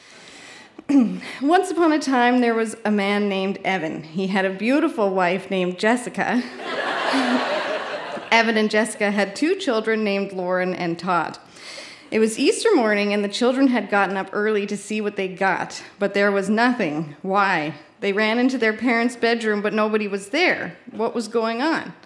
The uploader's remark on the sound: Recorded live at The Guild in Charlottetown, PE.